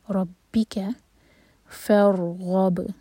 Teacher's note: را ساکن سے پہلے فتحہ اس لیے راؤ کا ہیوی پڑھا جائے گا. فور منہ بھر کر پڑھیں گے.